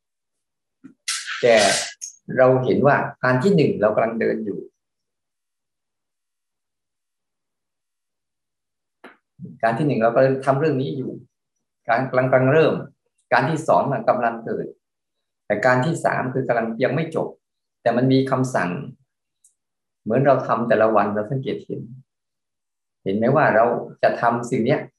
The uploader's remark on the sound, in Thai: เป็น 1 ใน 3 คอร์สออนไลน์ (ผ่านโปรแกรม Zoom)